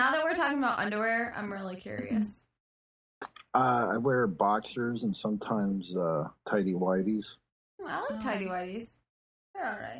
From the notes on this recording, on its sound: This is a shitty echo chamber edition.